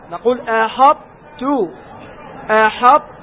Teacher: كلمة أحط سبق التنبيه عليها أن الطاء هنا لا تقرأ، تدغم، تدغم الطاء في التاء، ولكن هذا الإدغام يسمى إدغام ناقص